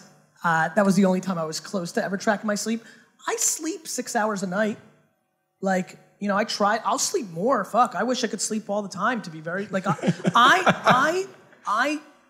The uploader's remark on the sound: A HUGE Fireside Q&A at Startup Grind HONG KONG